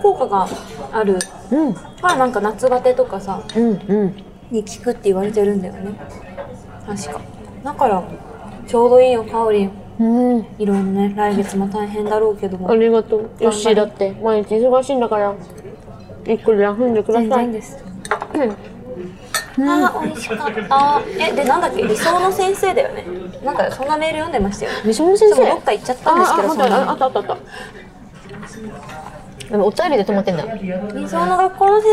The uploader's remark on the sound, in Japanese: 今回はニッポン放送を飛び出して「The CHOYA 銀座BAR」さんにお邪魔しての収録です！